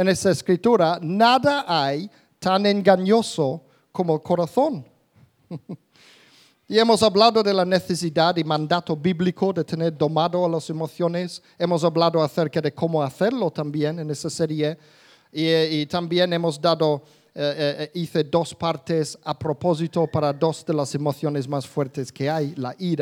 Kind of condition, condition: setting, live audience